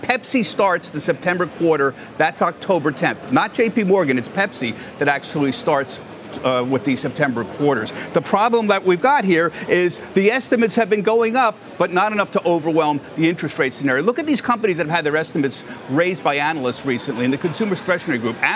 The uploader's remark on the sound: joined the anchors live at Post 9